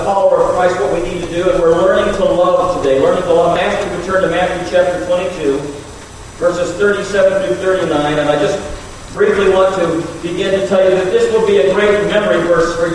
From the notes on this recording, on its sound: We apologize for the audio issues we have been having.